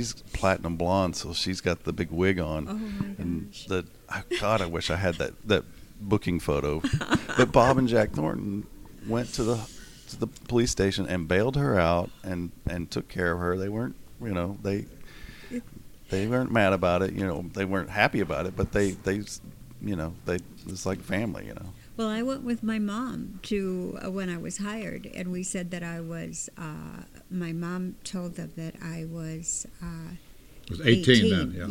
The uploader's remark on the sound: We recorded this episode from The Hukilau in Fort Lauderdale, Florida.